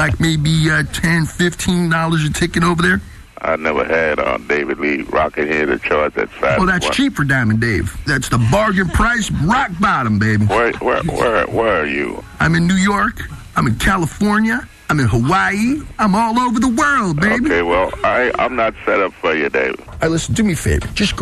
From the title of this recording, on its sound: RBCP's Personal Prank Phone Calls Collection: 85 Crank Calls